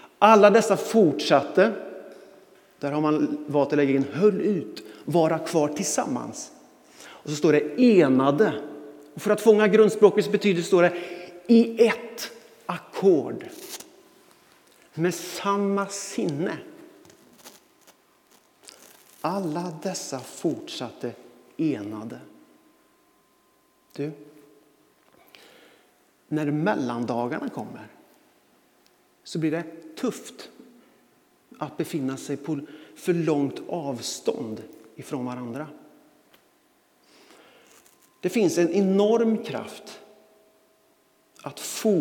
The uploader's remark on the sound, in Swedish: Inspelning från Immanuelskyrkan Skövde.